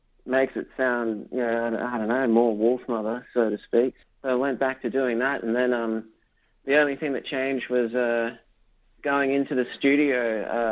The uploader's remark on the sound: called into the show